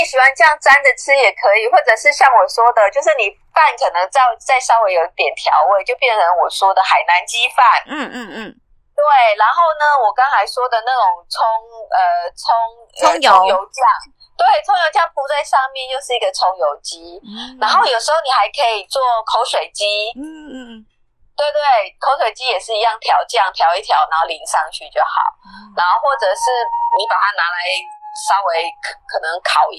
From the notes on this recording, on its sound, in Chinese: 本集音質小不佳。